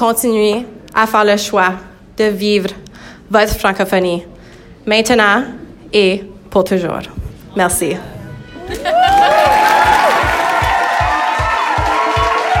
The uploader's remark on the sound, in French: Cet épisode a été enregistré en direct du rassemblement Franco Fiers à l’École secondaire catholique Le Relais.